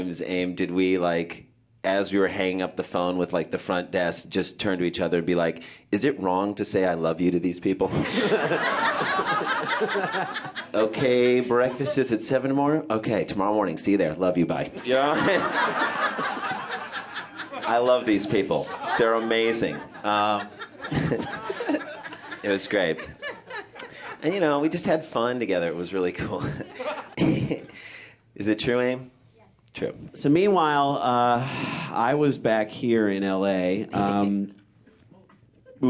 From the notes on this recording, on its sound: This performance was recorded at the Un-Cabaret, an ongoing alternative stand-up show that features unique writer-performers telling unusually honest stories.